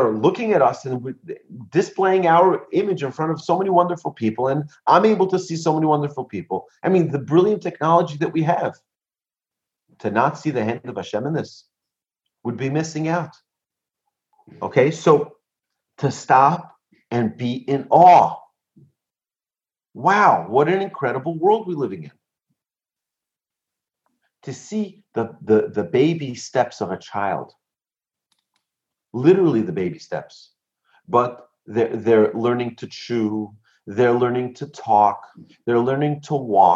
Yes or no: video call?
yes